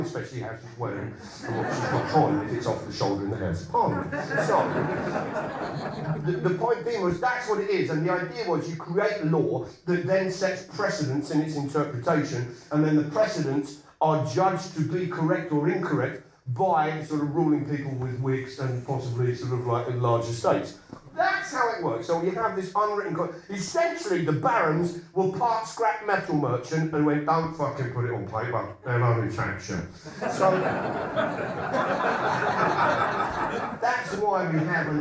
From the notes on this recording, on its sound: It was recorded on tour at the Darwen Library Theatre, and at King's Place as part of the London Podcast Festival.